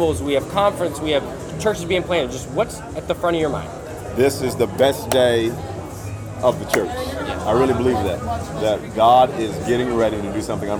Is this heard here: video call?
no